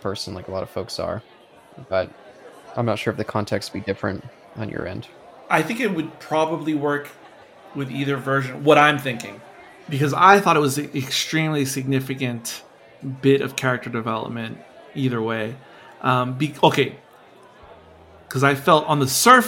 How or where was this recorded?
live audience